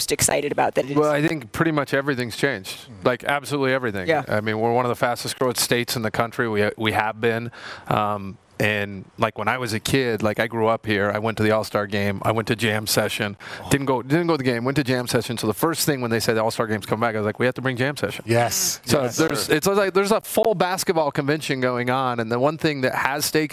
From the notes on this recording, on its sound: live from All-Star Weekend in Salt Lake City!